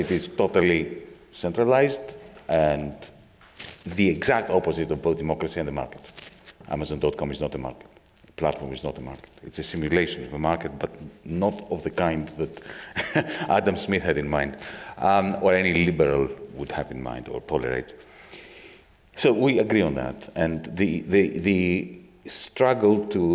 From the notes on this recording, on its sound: This episode brings you part one of our live event, System Error: Should We Fix Capitalism or Abandon It?